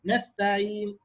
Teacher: الاشمام بضم الشفتين اشاره الى الضمه اللي على النون. نستعين وضم الشفتين كده.